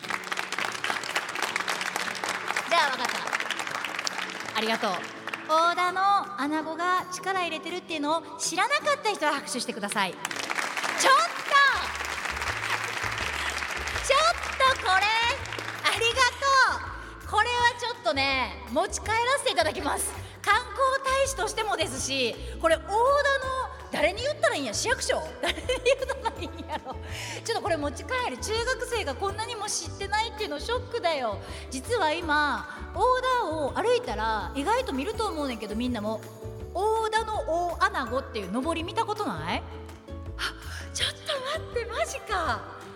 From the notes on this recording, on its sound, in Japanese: 島根県大田市の大田市立第一中学校で行った公開録音の様子です